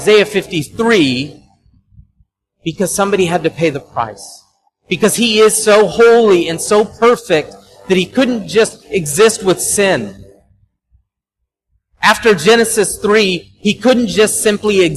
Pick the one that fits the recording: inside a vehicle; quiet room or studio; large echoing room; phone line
large echoing room